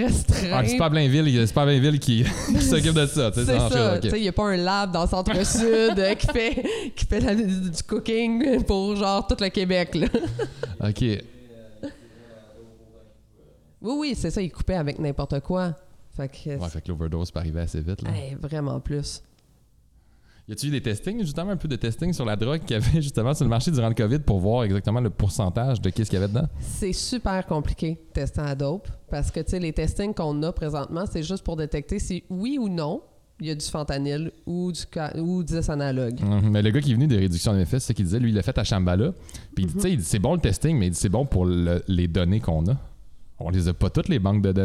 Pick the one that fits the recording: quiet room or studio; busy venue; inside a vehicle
busy venue